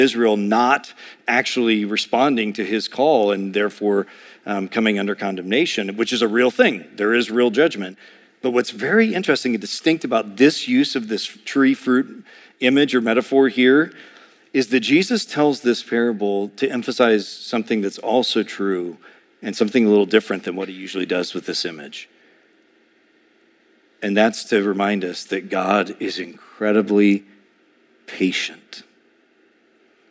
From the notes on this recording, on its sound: A sermon preached